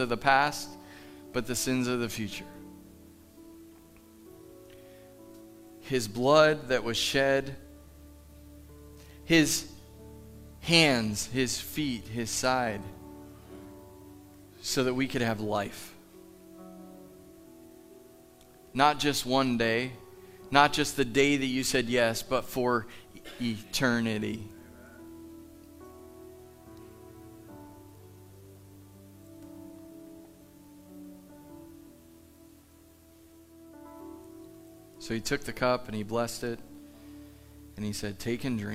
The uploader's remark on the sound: Live from The Summit Church in Dover, OH